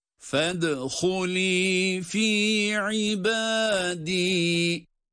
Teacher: Fedhuli, fed dal cezimli ve ince. Galgale harfi aynı zamanda.